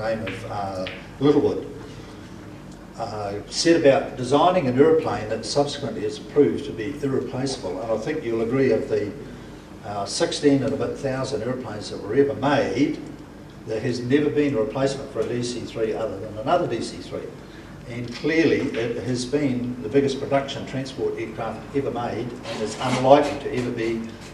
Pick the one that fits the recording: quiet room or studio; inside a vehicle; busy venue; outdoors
busy venue